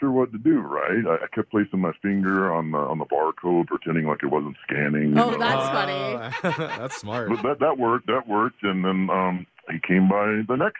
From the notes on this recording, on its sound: That stranger is on the phone right now ready to spill the beans!